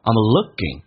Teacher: I'm 不被强调，可以弱化成 a 加个 m 这个发音，用降调来发，加粗的字体表示用升调、平调、降调都可以，但是强调一定要放大一点，以区分不被强调的单词。